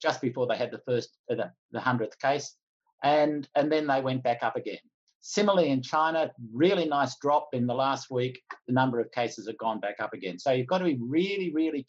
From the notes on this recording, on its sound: COVID-19: Your Questions Answered - Webinar recording.